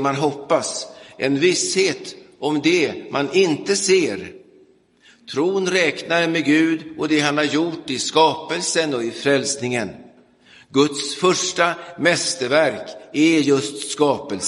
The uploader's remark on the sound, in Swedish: Inspelad i Roseniuskyrkan den 5 mars 2023.